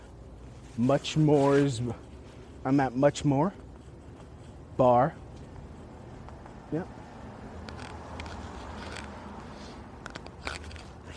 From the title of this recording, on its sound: Walking On My Way To An Open Mic